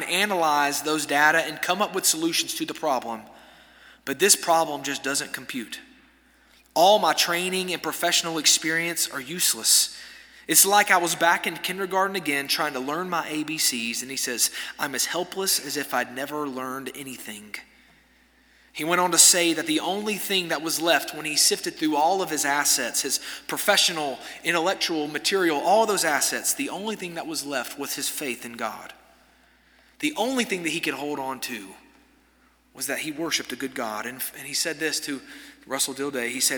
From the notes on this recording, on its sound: This sermon was delivered on January 10, 2024 at First Baptist Church Hendersonville, NC during the Wednesday night Bible study hour.